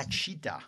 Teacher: T-I has a ch sound.